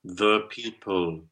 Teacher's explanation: the is the regular, if you like, pronunciation with schwa